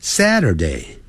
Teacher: 由高往低这样念 Saturday